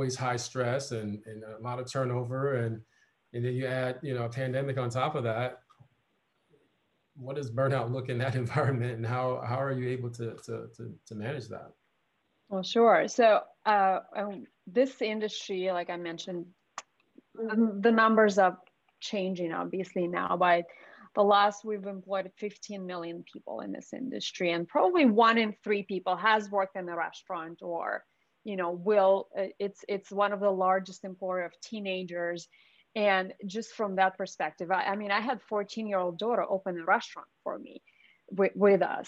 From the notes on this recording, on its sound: Listen in as livingHR hosts a virtual gathering with expert panelists.